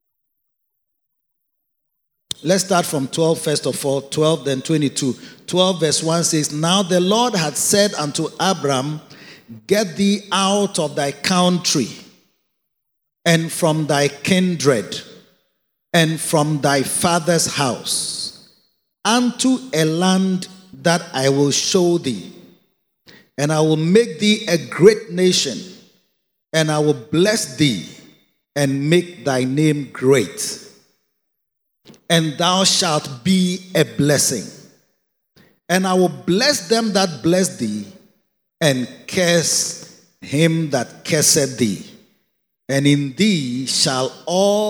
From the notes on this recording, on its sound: Preached at a Victory Secrets Service - The Makarios Cathedral, HQ